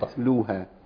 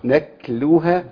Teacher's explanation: مخرج التاء من طرف اللسان والكاف من اقصى اللسان